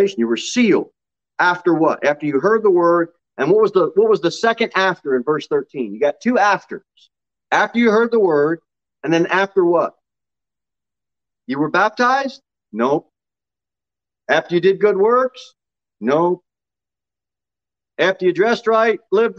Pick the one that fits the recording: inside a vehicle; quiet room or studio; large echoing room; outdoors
large echoing room